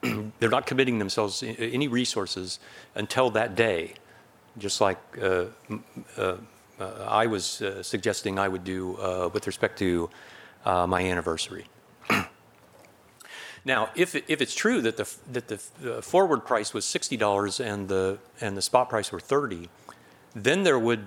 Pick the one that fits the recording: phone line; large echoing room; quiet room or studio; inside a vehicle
large echoing room